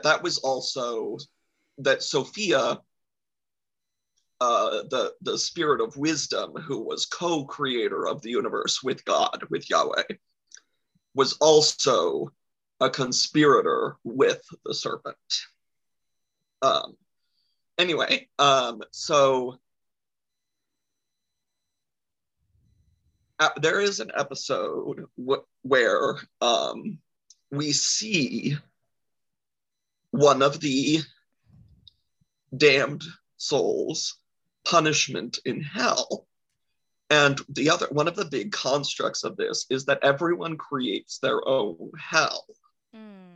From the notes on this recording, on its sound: This means we hop on a zoom on a Friday night with drinks in hand and vamp about different topics.